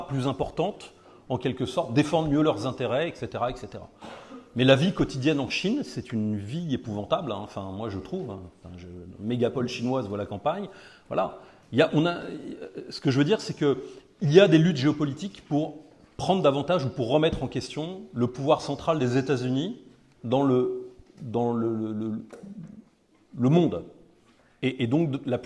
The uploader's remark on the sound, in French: Conférence donnée lors de la VIIIeme université d'été d'Academia Christiana "Bâtir quand tout s'effondre".